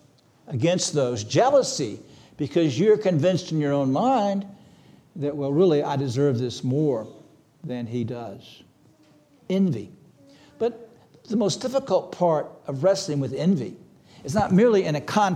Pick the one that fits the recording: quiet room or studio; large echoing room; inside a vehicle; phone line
large echoing room